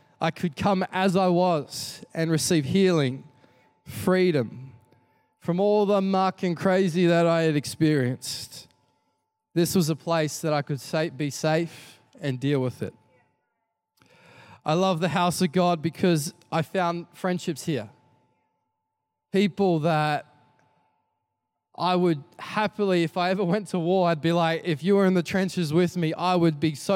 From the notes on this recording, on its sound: Recorded during our 5pm service on Sunday